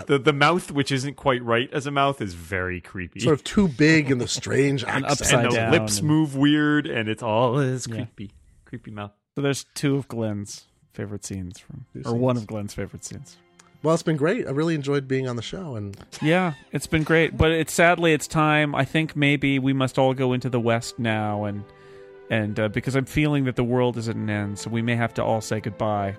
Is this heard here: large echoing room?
no